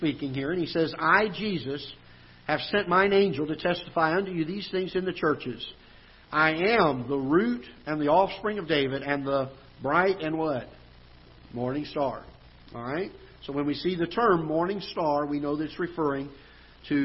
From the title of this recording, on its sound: Ketha Heights Baptist Church ~ Live Broadcast